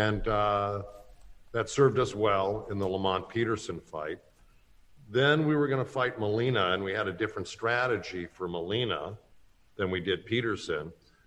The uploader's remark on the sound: Media Conference